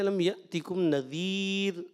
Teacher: را کو آخر میں ہم نے باریک پڑھنا ہے